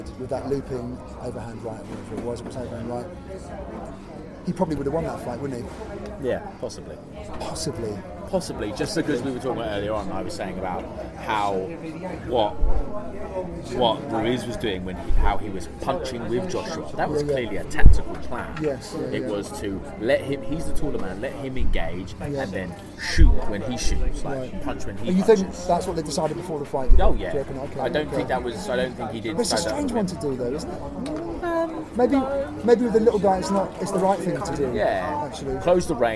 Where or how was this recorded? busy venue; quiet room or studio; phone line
busy venue